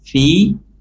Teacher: dibaca panjang dua harokat melalui rongga mulut · Term: matabi'i